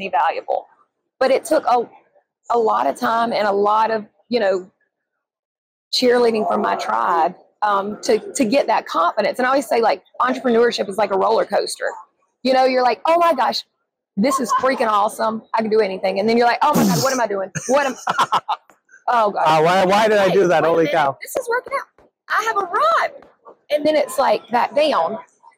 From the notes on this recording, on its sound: live from the 2023 ADA SmileCon show floor